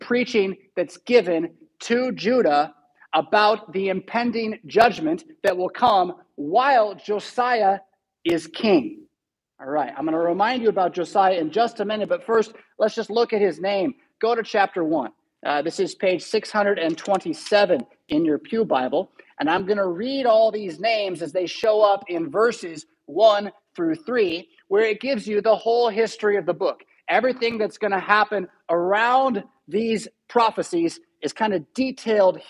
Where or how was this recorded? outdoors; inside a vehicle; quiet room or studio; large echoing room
large echoing room